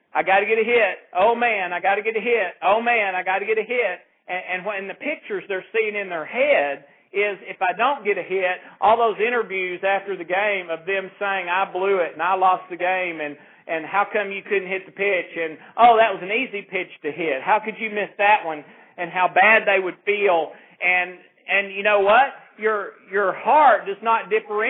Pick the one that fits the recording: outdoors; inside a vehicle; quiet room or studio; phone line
phone line